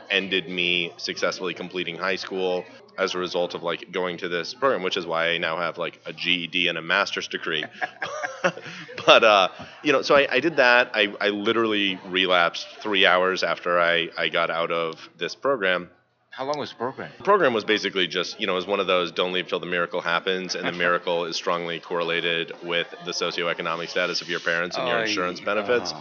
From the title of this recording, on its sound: At The 3rd Annual North Texas Recover Conference 2015